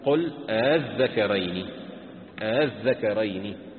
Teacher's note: الذكرين بين الألف والهمزة · Term: التسهيل